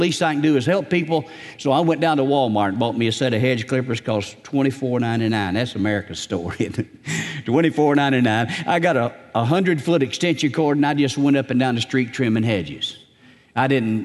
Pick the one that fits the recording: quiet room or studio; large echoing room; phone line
large echoing room